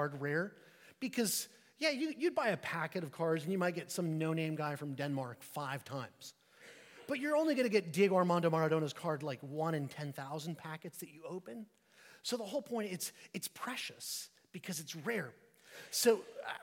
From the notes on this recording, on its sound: at St Peter the Fisherman, New Smyrna Beach